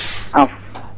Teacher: itu bertemunya perut bibir yang bawah dengan gigi eh gigi seri yang atas · Term: huruf fa